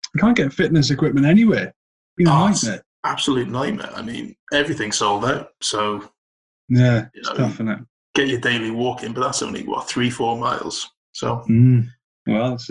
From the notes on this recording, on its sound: Also, apologies for any drop in sound quality. This was recorded over Zoom due to the current circumstances.